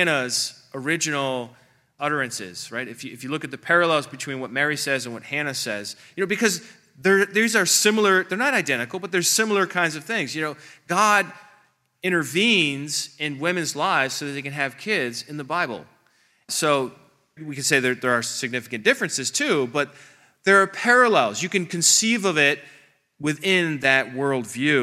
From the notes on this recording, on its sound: This presentation is from the 3rd Unitarian Christian Alliance Conference on October 20, 2023 in Springfield, OH.